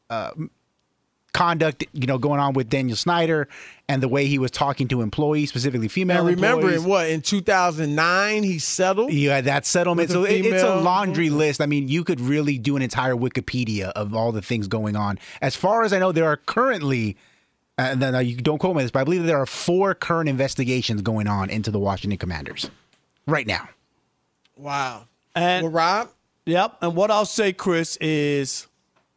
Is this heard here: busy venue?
no